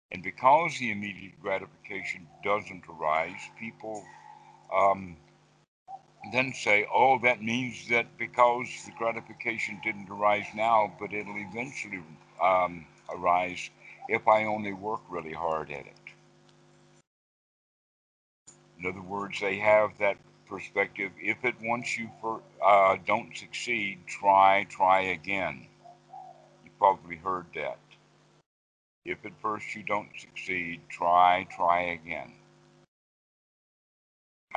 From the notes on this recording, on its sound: skype calls on this channel